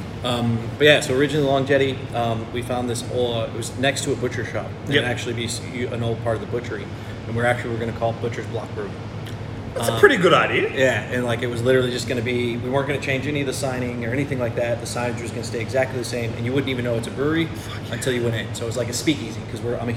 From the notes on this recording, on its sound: On Location at Bread & Brewery. In this episode, I went for a short trip up the M1 to Bread & Brewery in Morisset.